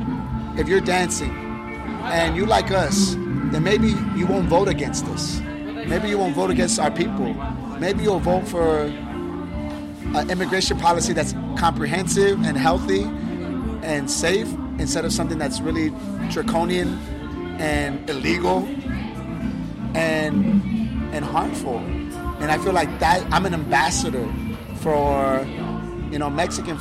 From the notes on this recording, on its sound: straight after the band's electric performance at Adelaide's world music festival, WOMADelaide